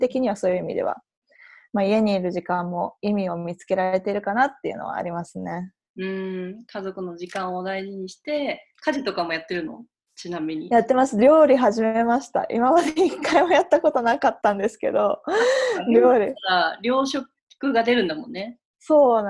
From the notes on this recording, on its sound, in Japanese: 初めてリモート収録を行いました